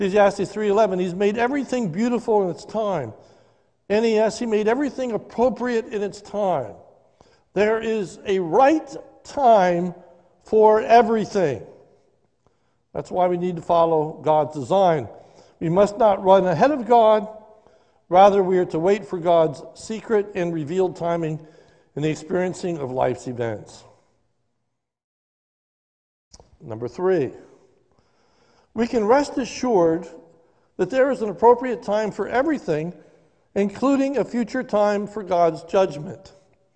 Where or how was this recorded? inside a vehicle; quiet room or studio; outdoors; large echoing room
large echoing room